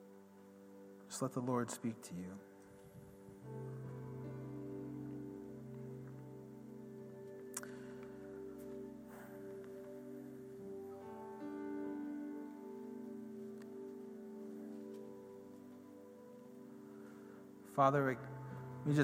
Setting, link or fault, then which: setting, large echoing room